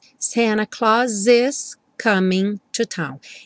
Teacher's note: o S do Santa Claus já juntou com is